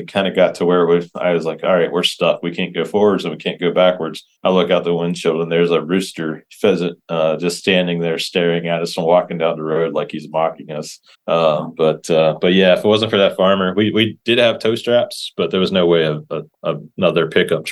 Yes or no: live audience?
no